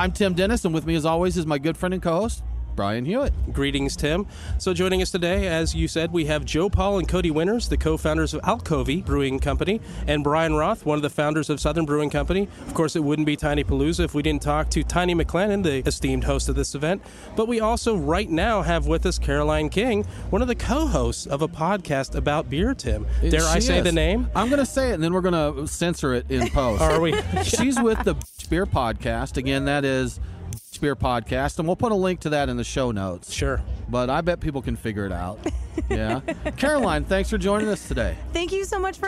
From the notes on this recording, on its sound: Live from Tinypalooza 4.5! As we struggled through some technical difficulties.